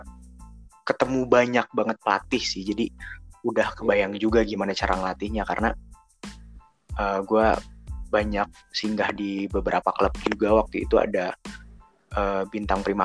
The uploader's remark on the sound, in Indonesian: Semua podcast gue dibuat pake anchor dan online dari dua sumber. Jadi maaf bila ada beberapa omongan yang engga nyambung. Itu mungkin masalah internet pas rekaman, atau internet kalian, atau emang guenya yang ga nyambung.